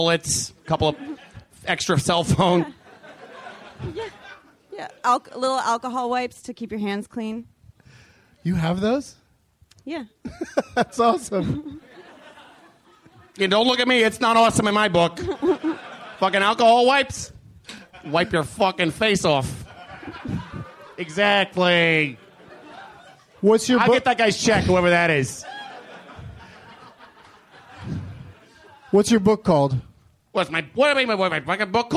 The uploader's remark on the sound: Live at the Del Close Marathon. Taped at the UCB Theatre in New York City as part of the 14th annual Del Close Marathon.